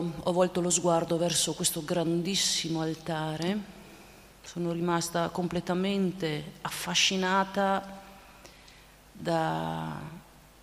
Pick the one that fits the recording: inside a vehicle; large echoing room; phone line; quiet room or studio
large echoing room